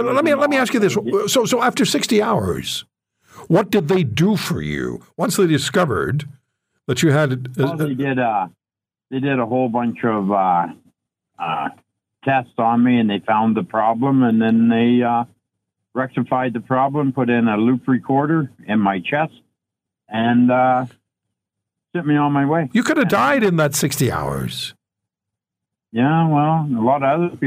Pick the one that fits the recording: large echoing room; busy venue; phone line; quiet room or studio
phone line